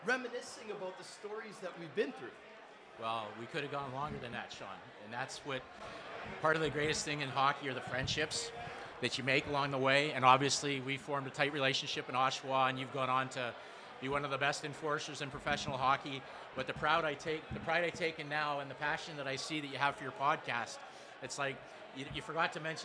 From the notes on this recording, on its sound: Live taping from the Locker Room Studio in Bottomline Sports Bar